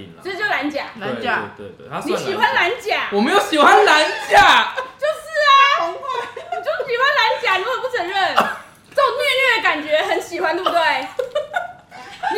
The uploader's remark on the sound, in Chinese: 本集節目邊吃晚餐邊錄音，有大量咀嚼聲請注意。